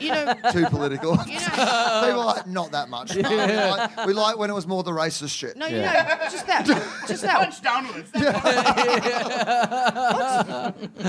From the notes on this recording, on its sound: Live at The Producers Bar in Adelaide on March 15, 2015.